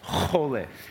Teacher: chole with the throat, CH sound, the sound that most no Americans can make.